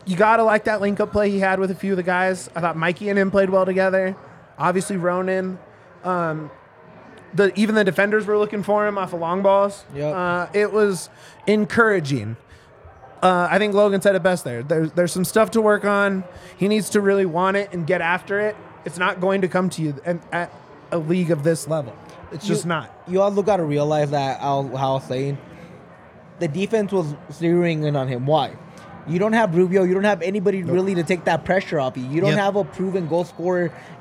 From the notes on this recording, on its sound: LIVE from the DNVR Bar